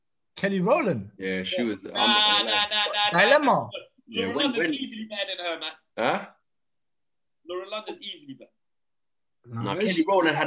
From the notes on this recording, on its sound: As quarantine continues the Zoom talk continues.